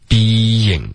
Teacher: 如果你没有这个 ye,你就会发成 bing,然后就变成一个音节了